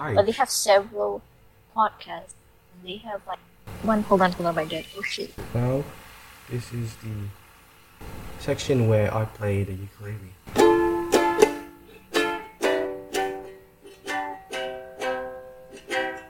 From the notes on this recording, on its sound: Again, the sound quality is rubbish. Oh and also, in the beginning, you can hear someone else.